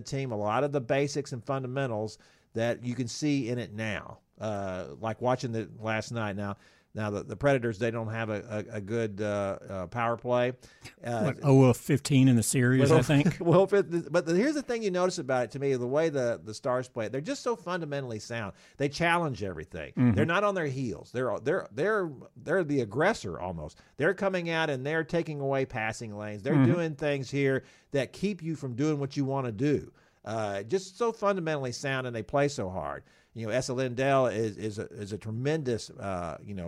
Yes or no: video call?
no